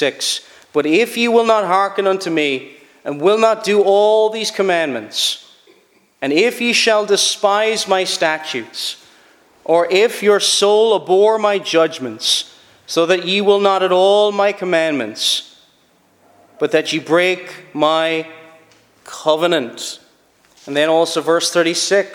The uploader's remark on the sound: Preached at Shettleston Free Church -Continuing- for their communion season.